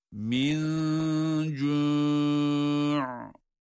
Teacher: Min cu derken de ihfayı yaptık. İhfayı yaptık. Hem nunu ince olarak okuduk. Hem cimi ince olarak okuduk. Sonra cu derken de med ile, yani uzatarak durduğumuz için, uzatarak durduğumuz için burada harekeli harf de sükuna dönüşmesi itibariyle meddi arız olarak 4 elif miktarına kadar uzatma hakkı oluşuyor.